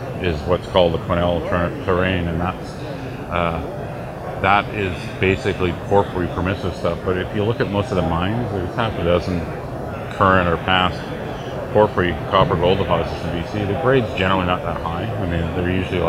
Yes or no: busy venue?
yes